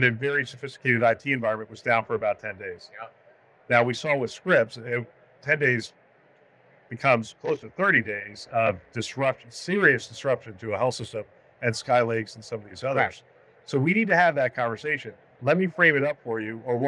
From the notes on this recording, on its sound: live from HLTH23.